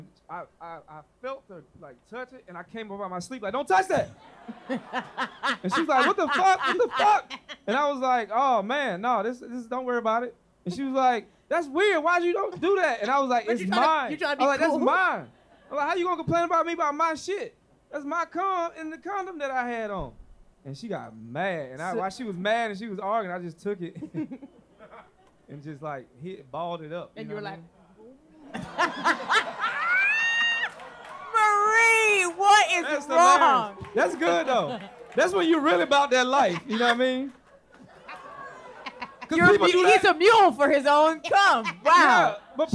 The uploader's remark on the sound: Unofficial Expert Live in San Francisco. Listen to our live show in San Francisco from last month. Take some audience questions.